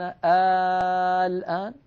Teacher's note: لأننا عندما أبدلنا همزة الوصل ألفان صار عندي حرف مد بعده حرف ساكن سكونا أصليا وهو لام التعريف، فنشأ ما يسمى بعلم التجويد مد لازم كلمي مخفف.